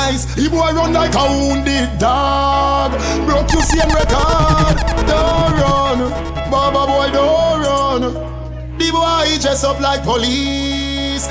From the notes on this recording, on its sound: Audio recording of my set at Island Saturdays